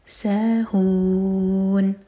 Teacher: نون کو ساکن کر کے رکیں گے تو یہ ہے مد عارض لسکون، ہون چار حرکہ لمبا